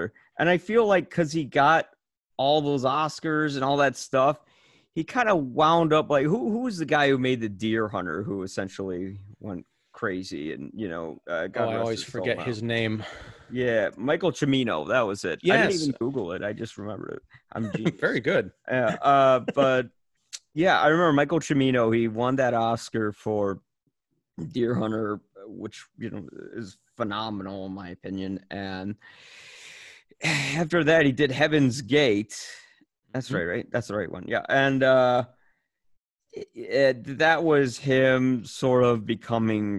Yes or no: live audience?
no